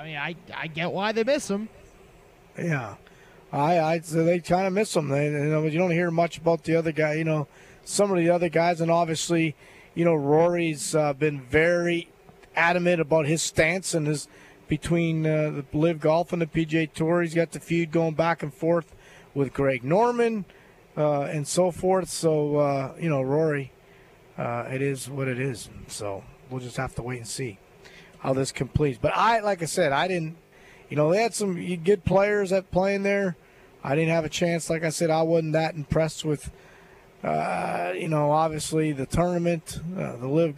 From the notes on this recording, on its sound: LIVE From Terry Thompson Chevrolet